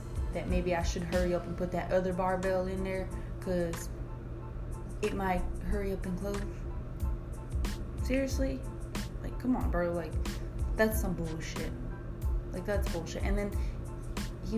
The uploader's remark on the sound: I apologize for the background noise I do not have my laptop or mic